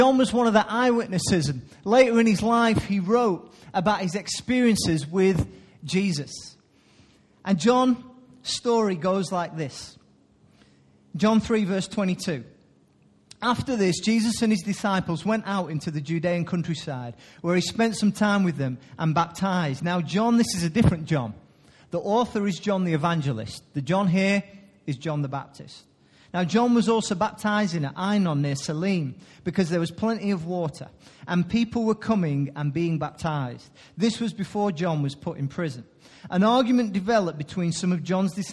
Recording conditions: large echoing room